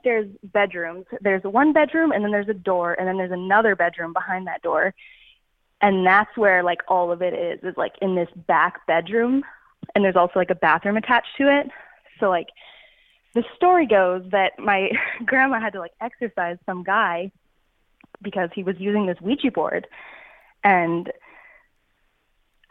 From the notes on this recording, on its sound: chats on the phone with four more listeners